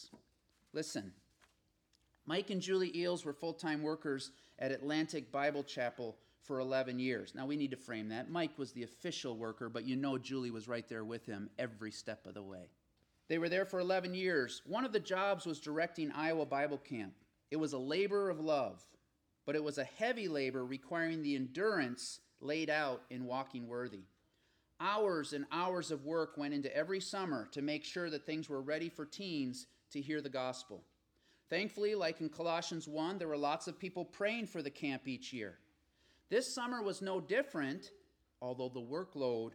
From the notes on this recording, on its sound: This sermon was delivered IN PERSON since the beginning of the Corona Virus pandemic as regulations continue to loosen up.